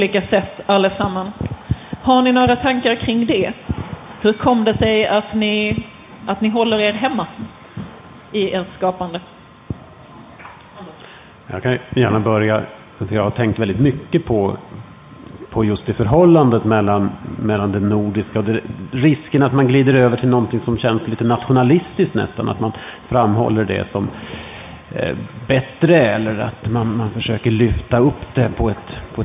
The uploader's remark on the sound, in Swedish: spelar in ett specialavsnitt inför publik